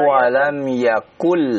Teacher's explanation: Ada nun bertemu dengan lam. Bila gunnah.